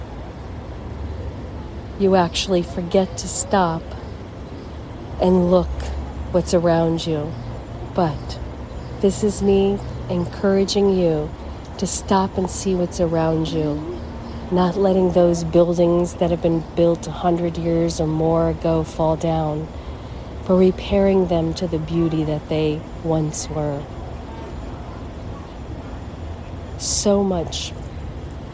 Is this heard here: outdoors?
yes